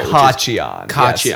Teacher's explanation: I think the emphasis is on the first syllable.